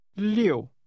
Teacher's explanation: Say again, 6, using a falling tone.